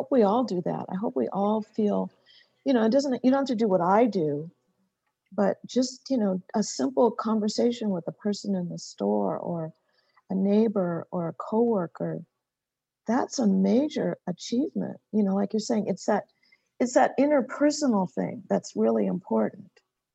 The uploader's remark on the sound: Q&A Discussion ONLINE. Has an intimate discussion with congregants from all across America and even in Pakistan!